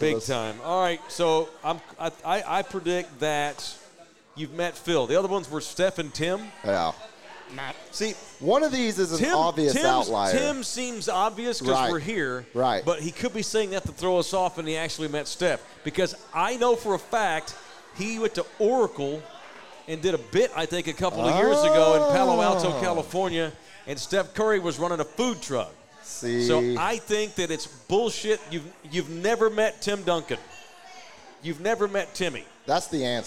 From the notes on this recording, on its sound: Live from JT's Sports Bar & Grill in Universal City, Texas.